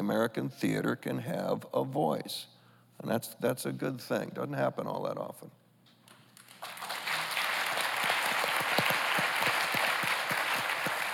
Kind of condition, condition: setting, live audience